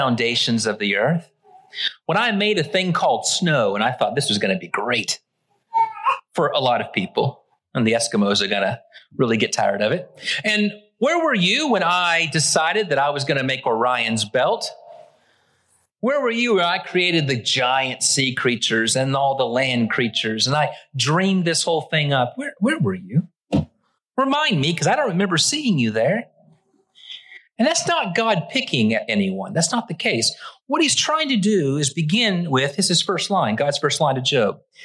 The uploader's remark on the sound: Originally preached at the West Side Church of Christ (Searcy, AR) on April 23, 2023.